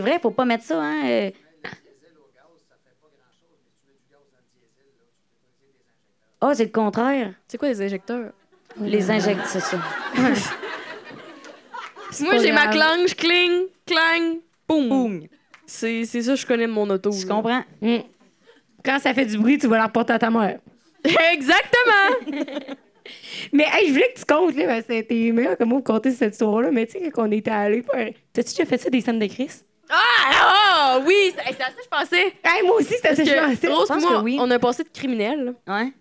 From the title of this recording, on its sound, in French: Live à Québec